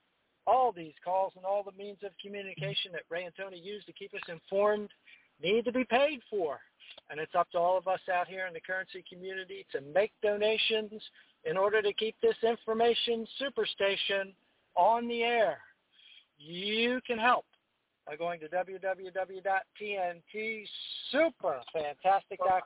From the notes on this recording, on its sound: TNTSuperfantastic Conference Call